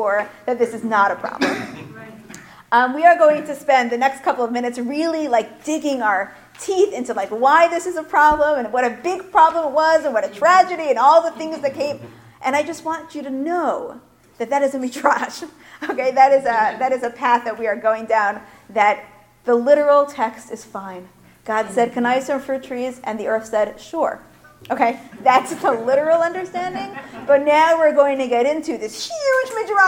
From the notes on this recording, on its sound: Recorded at the 2017 Executive Seminar.